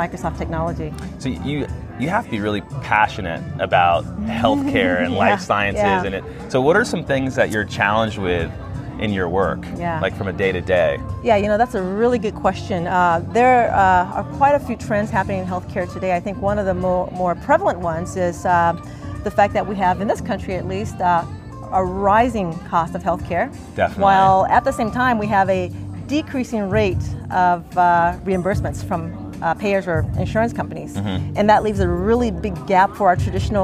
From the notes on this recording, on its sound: Today's episode is a series of (3) LIVE interviews taken from the February 2020 BAM conference, or Blacks at Microsoft conference.